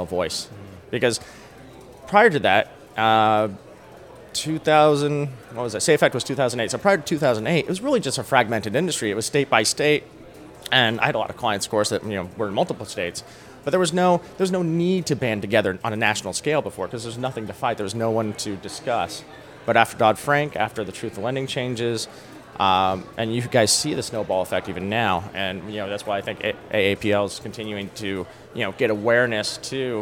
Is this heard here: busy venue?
yes